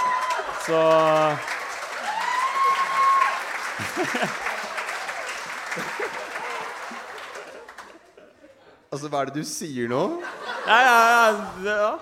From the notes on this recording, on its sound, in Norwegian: LIVEPOD fra UL: festival spesial. Første episode av sesong 3 er intet mindre enn live-podden fra UL i sommer.